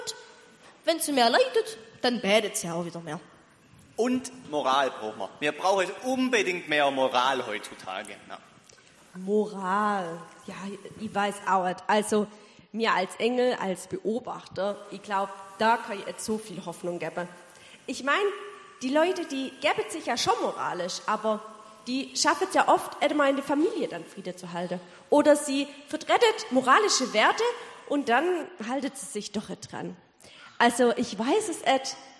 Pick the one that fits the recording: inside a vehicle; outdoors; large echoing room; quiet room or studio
large echoing room